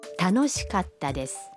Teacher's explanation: Катта произносится с короткой паузой между ка и та.